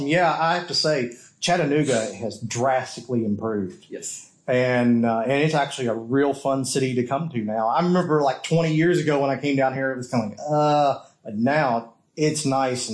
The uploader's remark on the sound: This episode was recorded at the PowerShell on the River event. It is a sitdown interview.